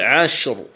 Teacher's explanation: إذن هذه أمثلة، فإذا وقفنا مثلا على كلمة عشر، عشر مرققة، لكن إذا وقفت ستقول عشر تفخمها، لماذا؟ لأنها راء مكسورة في آخر الكلمة ووقفنا عليها ولا يوجد سبب آخر لترقيقها